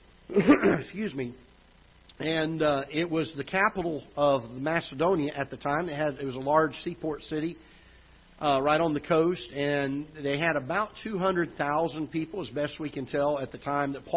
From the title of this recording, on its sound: Ketha Heights Baptist Church ~ Live Broadcast